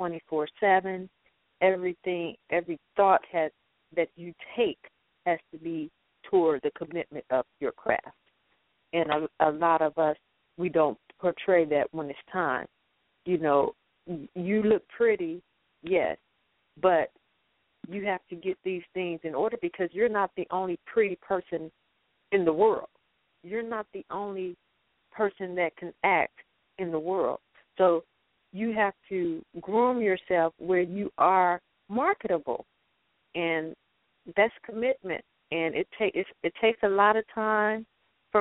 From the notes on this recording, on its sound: Featured guests and call ins from A-List Enterprises and Jente' Enterprises.